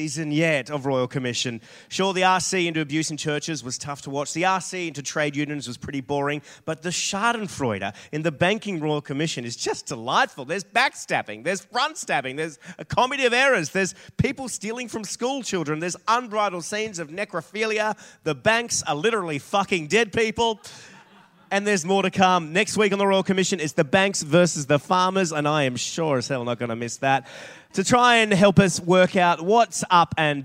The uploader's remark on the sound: Recorded live on stage at Giant Dwarf